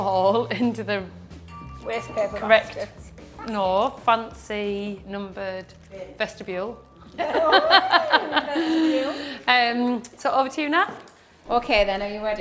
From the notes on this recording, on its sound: Join us for a very special 'back to school' episode jam packed with fun finance facts, lots of games and even a live audience!